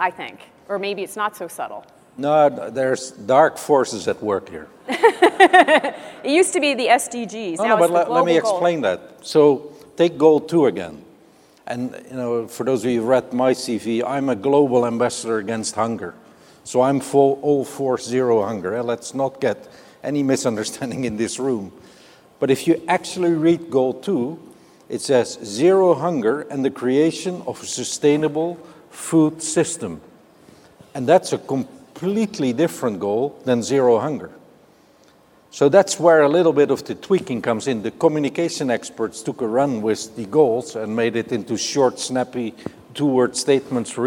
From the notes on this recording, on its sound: The best of live interviews from GreenBiz events